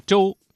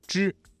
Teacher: 翘舌音声母支吃诗日的字有泉州的州，是我国的是，重要的重，之一的之